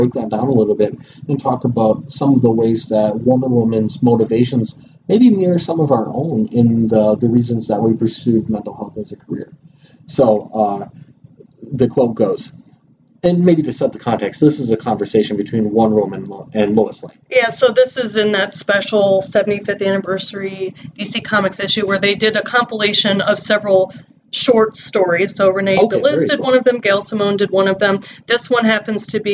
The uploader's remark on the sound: Please pardon the audio issues! We updated our recording set up and need to fine tune the process again!